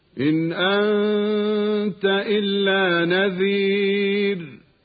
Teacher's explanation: ظهرت النون قبل الهمز في إن أنت ومن أمة · Term: الإظهار الحلقي